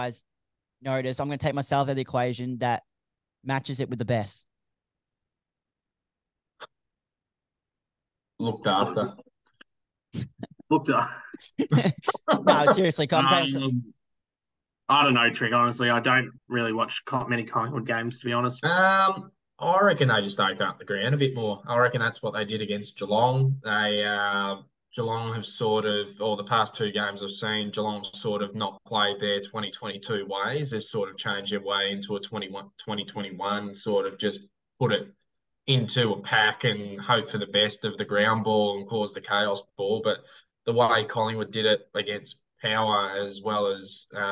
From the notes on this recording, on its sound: the boys had to turn to zoom for this week